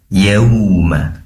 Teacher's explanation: Yauma, di situ ada wawu sukun yang didahului oleh fathah, tentunya layyin, dibaca lunak, dan pastikan bibir muncung ke depan karena wawu berasal dari kedua bibir yang dimuncungkan ke depan. Yau mengandung u.